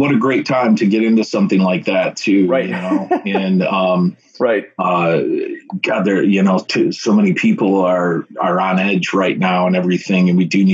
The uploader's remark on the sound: March 2020 and everyone is somewhat locked down and trying to make the best of things in dire circumstances. We decided to try our hand at remote podcasting through Zoom.